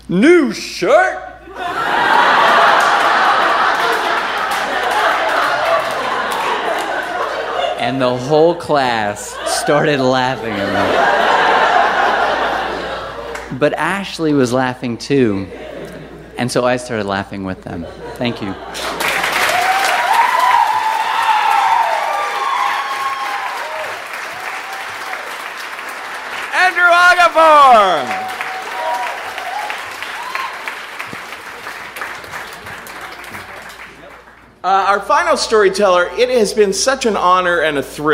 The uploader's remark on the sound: Live From Chapel Hill!